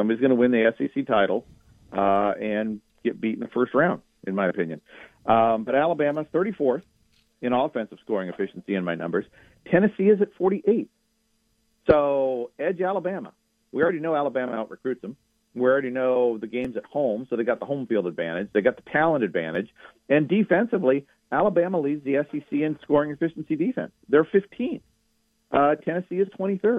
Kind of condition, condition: link, phone line